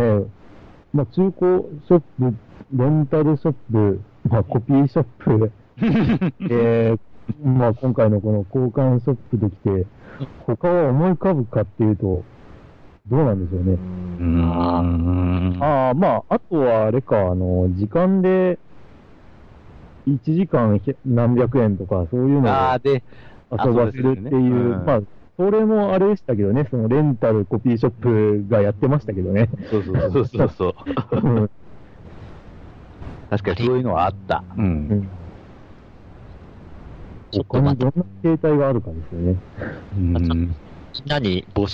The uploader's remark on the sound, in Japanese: Skypeの不調や録音機材の不調で今回の音質は良くありません。